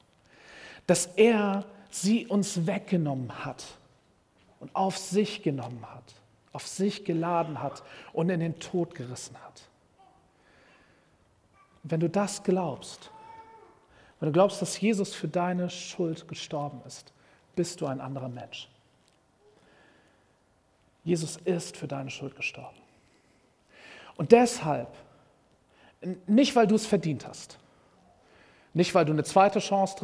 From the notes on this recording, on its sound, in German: Predigt im Rahmen des GreifBar+ Gottesdienstes